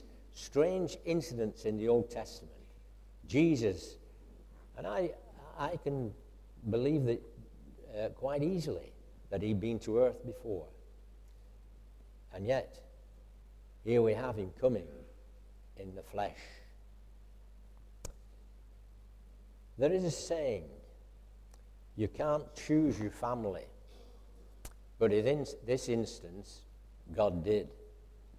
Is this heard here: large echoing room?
yes